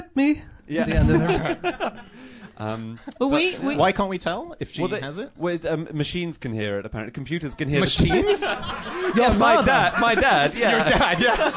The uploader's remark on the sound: In their first ever live podcast recording.